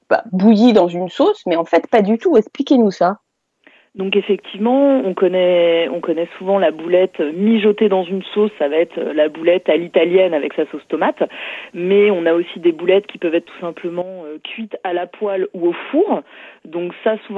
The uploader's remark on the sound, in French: Et par téléphone